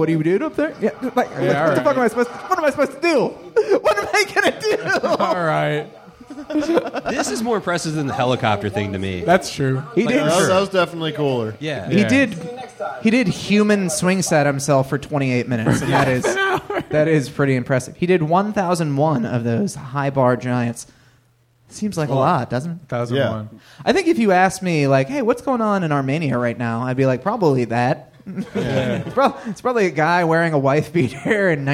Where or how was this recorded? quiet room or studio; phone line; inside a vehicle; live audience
live audience